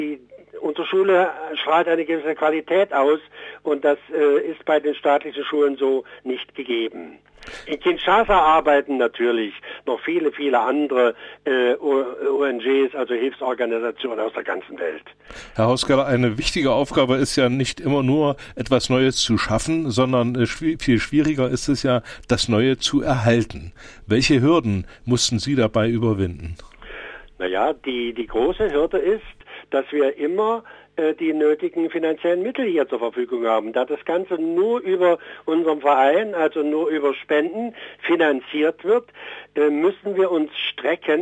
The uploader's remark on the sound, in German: In einem Telefoninterview.